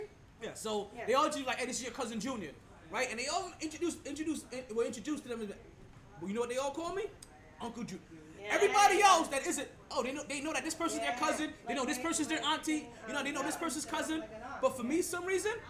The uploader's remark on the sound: Live From Sharkey’s where ladies drink free.